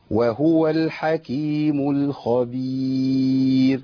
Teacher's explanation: مول صح. اخلص الميم واللام من الخاء المفخمه اللي جايه بعد كده